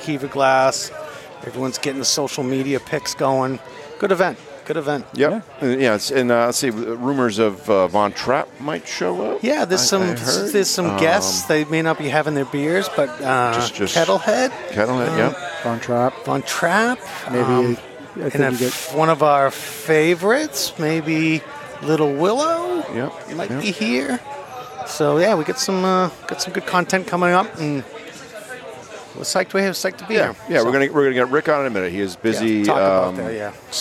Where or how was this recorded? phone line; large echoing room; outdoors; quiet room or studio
outdoors